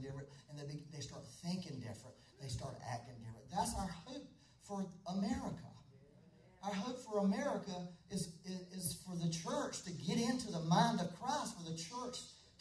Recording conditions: poor sound quality